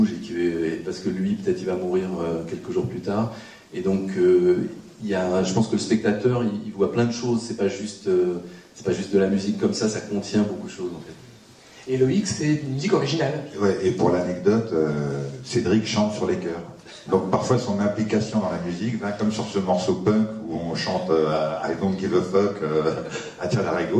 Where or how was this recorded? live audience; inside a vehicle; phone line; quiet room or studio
live audience